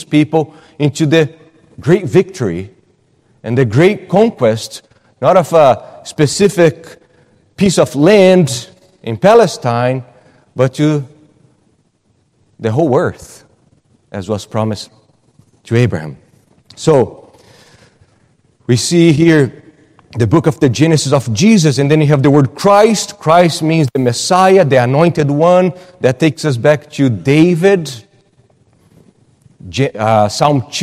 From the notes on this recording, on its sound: at Gracious Cross Reformed Church Salem